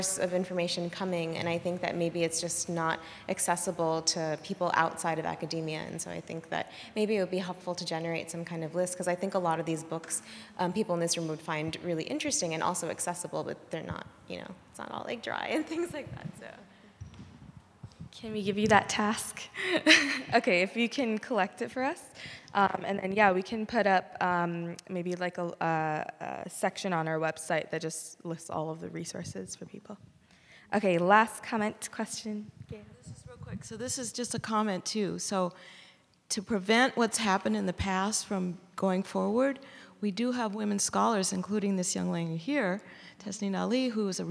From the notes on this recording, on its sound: Q&A Discussion Circle w/the Imam. Takes questions from the congregation.